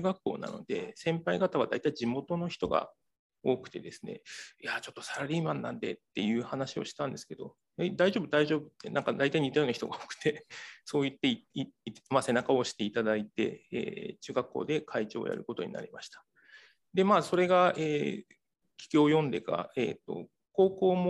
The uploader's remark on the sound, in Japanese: 収録場所： オンライン (Zoom)